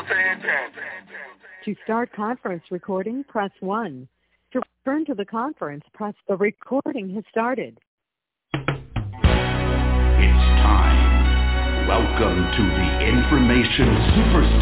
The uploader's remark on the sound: TNTSuperfantastic Conference Call